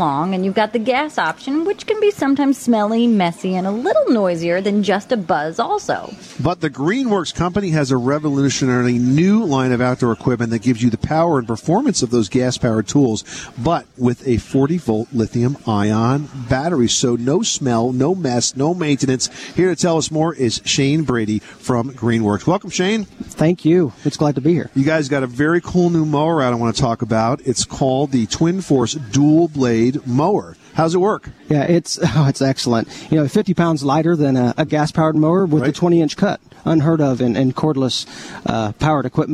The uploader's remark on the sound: We are coming to you today from the 2013 National Hardware Show in Las Vegas